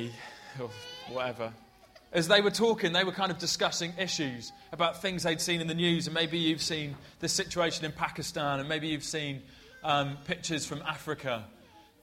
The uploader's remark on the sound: This talk was broken into 3 parts throughout the service, separated by songs, games and puppets! Preached at Colchester Road Baptist Church, Ipswich.